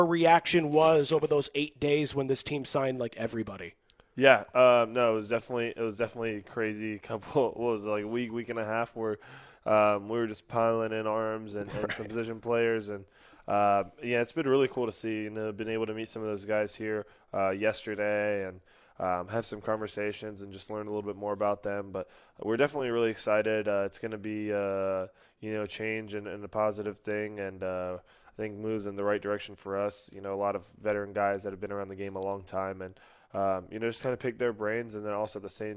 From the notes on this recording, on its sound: live from Royals Rally